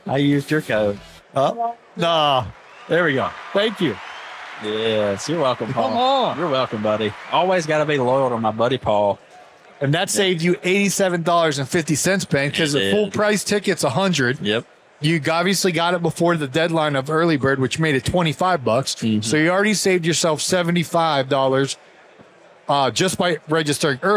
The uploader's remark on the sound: In this conversation recorded at the Huge Convention.